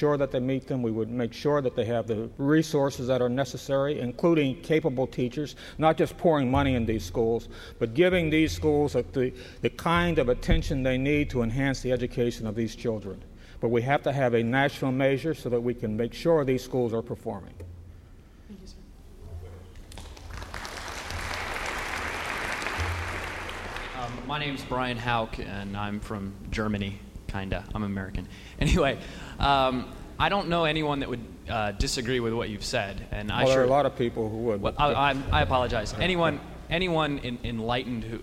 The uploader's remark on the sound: Was recorded at the 1997 Achievement Summit during his symposium presentation at the U.S. Naval Academy in Annapolis, Maryland.